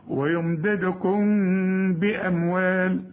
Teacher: في ميم بعدها ب يحصل اخفاء للميم